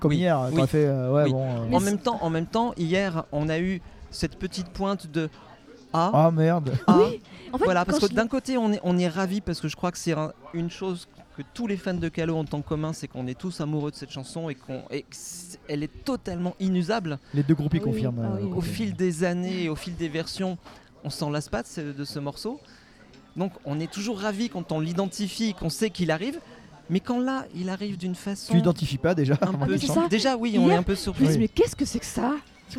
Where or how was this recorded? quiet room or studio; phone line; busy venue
busy venue